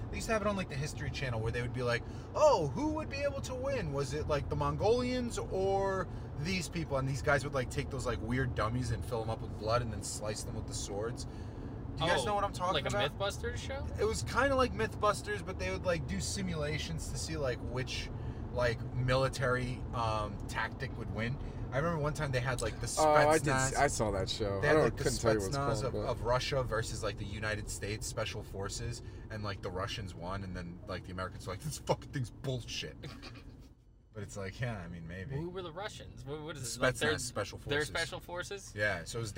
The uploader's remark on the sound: Whatever else pops into their heads while driving. This was recorded in a car so audio quality will have some outside noise. You will know we are in a car.